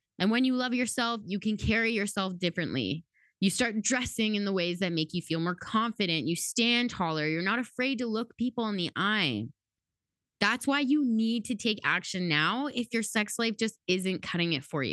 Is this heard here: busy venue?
no